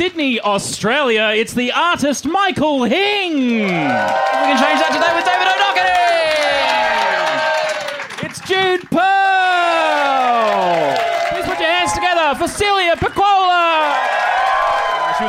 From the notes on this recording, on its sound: Special Edition Best of Wax Quizzical Live Podcasts! Feel the energy in the room as we take you through the best bits of over 2 years of live specials! Recorded at Comedy Republic.